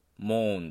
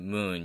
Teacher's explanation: 「月」っていうのはローマ字読みすると「モーン」ですけど、1個狭母音になってムーンになってる · Shown in: second take